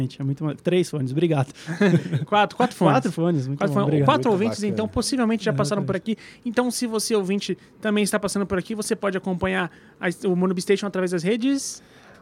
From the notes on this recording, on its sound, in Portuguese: Direto do Spotify Summit, gravamos esse episódio